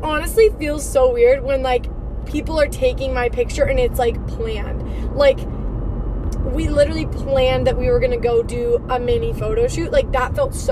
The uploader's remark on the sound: In today’s episode i am driving while podcasting.